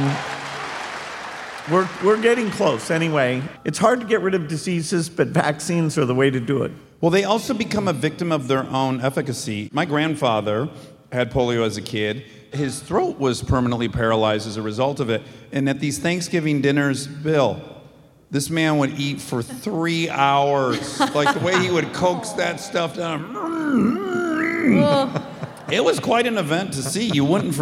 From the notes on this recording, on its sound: Armchaired & Dangerous Live from Seattle at the Paramount Theater.